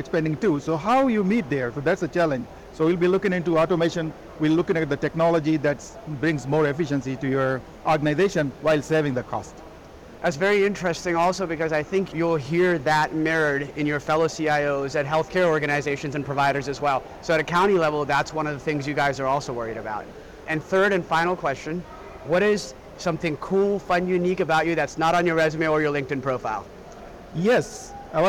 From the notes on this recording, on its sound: Live from the 2023 CHIME Fall Forum.